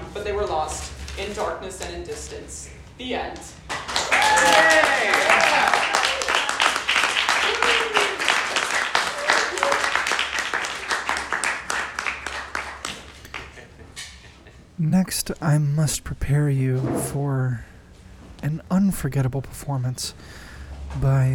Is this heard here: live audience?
yes